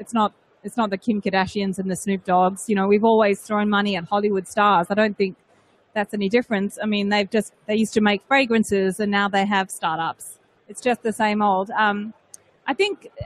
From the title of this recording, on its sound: From The Big Pitch 2015